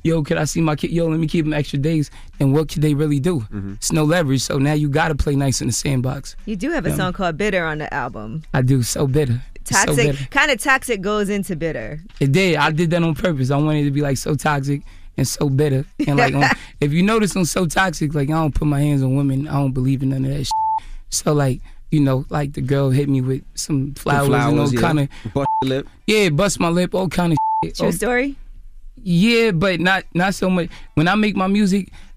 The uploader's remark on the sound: we had our listeners call